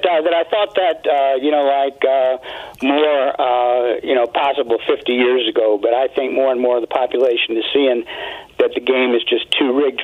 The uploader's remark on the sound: We hear from callers